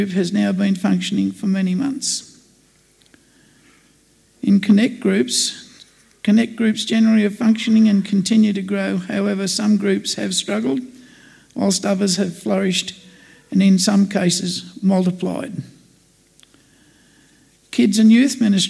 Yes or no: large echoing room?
yes